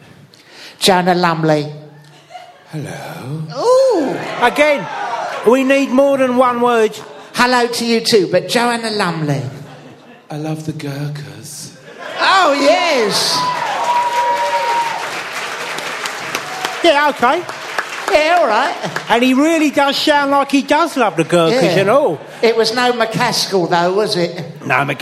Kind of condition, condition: setting, live audience